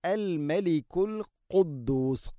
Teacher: ഖാഫ്, തൊണ്ടയുടെ മുഗൾ ഭാഗവും കഴിഞ്ഞ് ചെറുനാക്ക്.